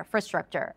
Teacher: the most of the energy goes for the in and everything else is like, it's just there